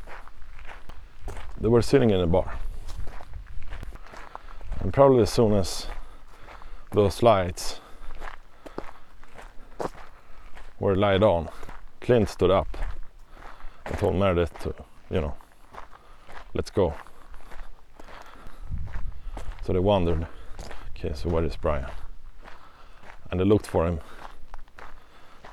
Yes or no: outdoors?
yes